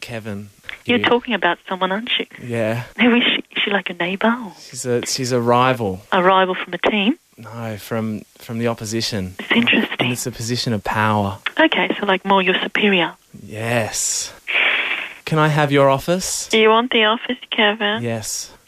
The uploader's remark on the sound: phones a sex-line, and we have the audio to prove it